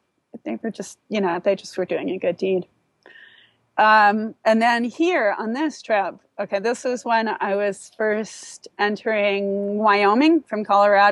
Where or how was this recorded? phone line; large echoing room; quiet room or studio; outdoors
outdoors